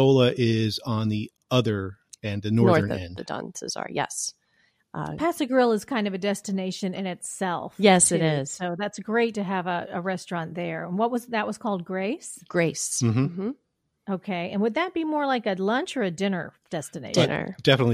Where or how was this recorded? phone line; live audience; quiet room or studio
quiet room or studio